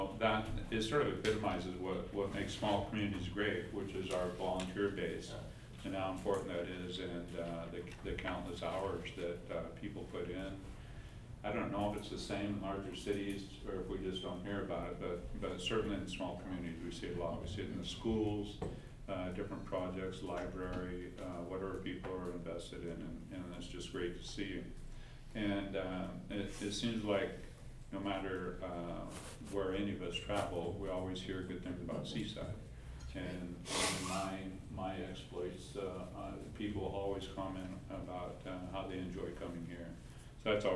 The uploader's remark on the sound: Live recording of Seaside City Council meeting, September 23.